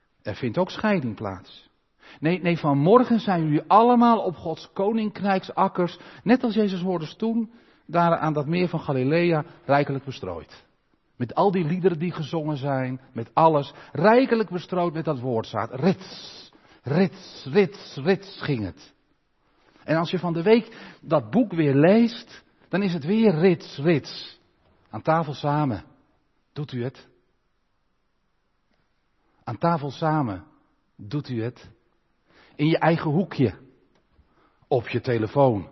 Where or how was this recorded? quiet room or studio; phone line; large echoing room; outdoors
large echoing room